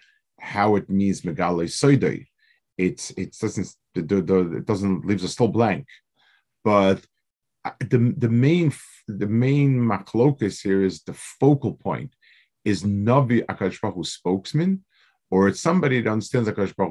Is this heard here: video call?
yes